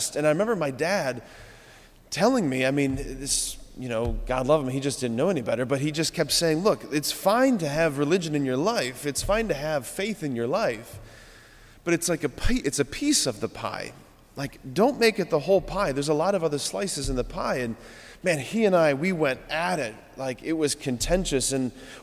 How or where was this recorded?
large echoing room